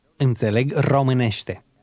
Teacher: Listen again, noticing the rolling R.